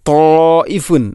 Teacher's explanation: മദ്ദിൻ്റെ അക്ഷരമായ അലിഫിന് ശേഷം ഹംസ, അതേ പദത്തിൽ വരുമ്പോൾ നാലോ അഞ്ചോ ഹർക്കത്തിന് തുല്യമായിട്ട് നീട്ടൽ നിർബന്ധമാണ്. ഇനി ത്വാഇഫുൻ മിൻ റബ്ബിക, ത്വാഇഫുൻ അവിടെ ഫഅമിൽ ലം തൻവീനാണ്, ശേഷം മീം, ഇങ്ങനെ വരുമ്പോൾ ഇദ്ഗാം കാമിൽ, പൂർണ്ണമായിട്ടും തൻവീനിനെ മീമിലേക്ക് കൂട്ടി ലയിപ്പിക്കണം. · Term: മദ് മുത്തസിലുണ്ട്